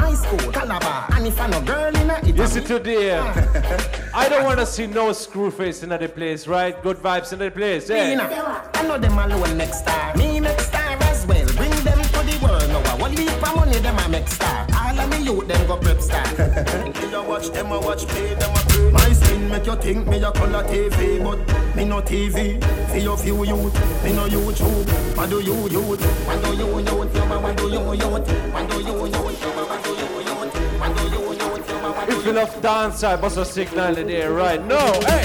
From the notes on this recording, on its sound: this is the Audio of the Dance